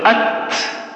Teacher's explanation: يقول إن المجهور والشديد كلها واحدة ينحبس فيها الصوت وينحبس فيها النفس إلا حرفان وهما ليش الكاف والتاء. يجري فيها النفس لكن ما يجري فيها الصوت